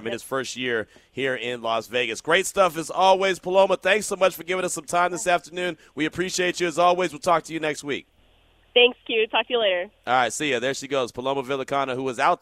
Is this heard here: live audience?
no